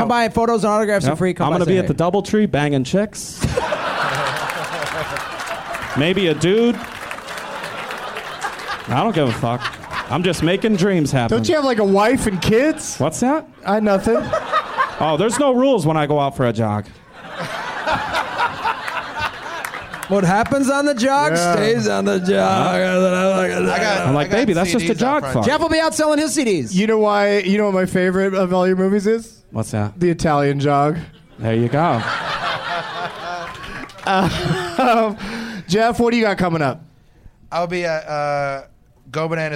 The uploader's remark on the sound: Live from Zanies in Rosemont, IL